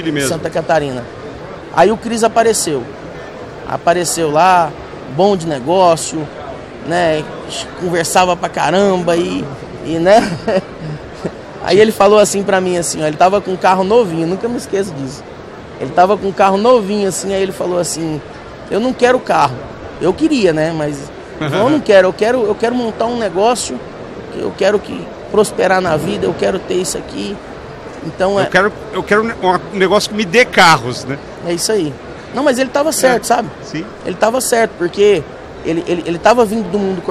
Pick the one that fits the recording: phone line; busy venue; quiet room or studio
busy venue